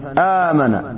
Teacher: والحركة الأولى فتحة، إذن نقلب الهمزة ألفا آمن. وهكذا في أؤمن، أؤمن، أؤمن أصلها أؤمن، أبدل الثانية ها أؤمن، أؤمن. · Term: مد بدل